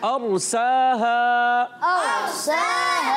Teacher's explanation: را ساکن سے پہلے زبر آنے کی وجہ سے را کو پر پڑھنا ہے